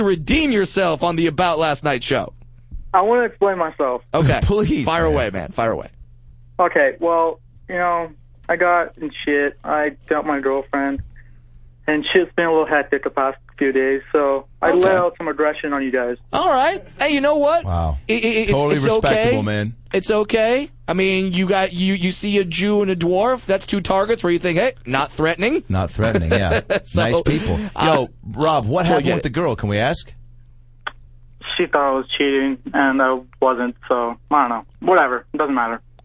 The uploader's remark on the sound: Take listener phone calls, chaos ensues.